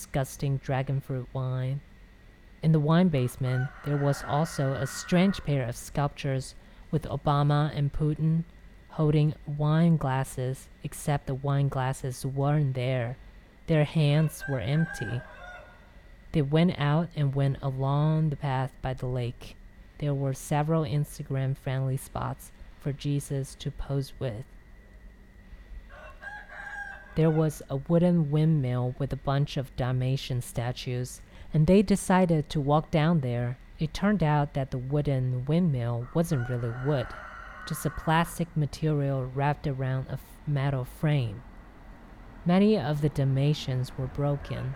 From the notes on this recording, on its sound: Dalat, Phu Quoc, Vietnam. The street sounds are recorded during the first two weeks of January 2020.